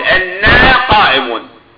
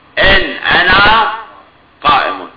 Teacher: أدغمت النون الساكنة من أن في النون المتحركة من أنا · Shown in: first take